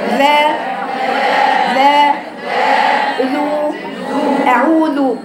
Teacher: ذا بيخرج قوي الجهر فيه طبعا · Term: حرف الذال